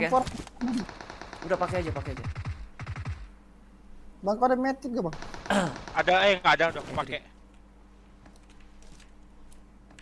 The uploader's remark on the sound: Palying Game While In The Car. Driving tesla and playing a game.